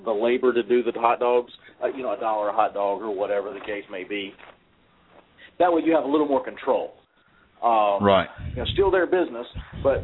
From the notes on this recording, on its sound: Please call in, purty puleze! From the chat lines and from the phone lines.